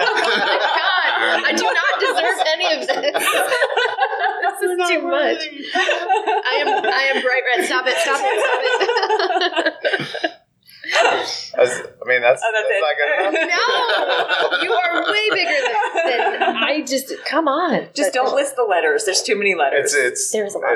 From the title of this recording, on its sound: Panel Interview from Connexity 2022!